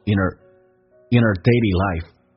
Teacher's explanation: our 在口语化当中有弱化现象。可以直接说成一个儿化音，叫做儿，in 跟儿就有个连，叫做 inner dailylife。而且红字字里用降调，速度很快就产生节奏，就变成 the internet is playing a more and more important role in our daily life.